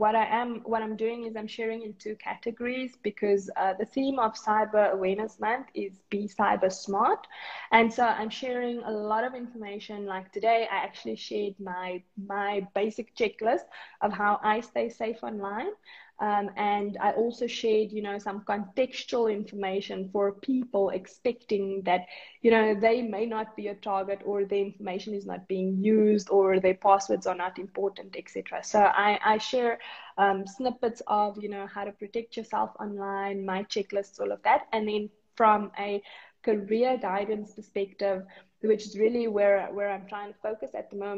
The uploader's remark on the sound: This is an Instagram Live interview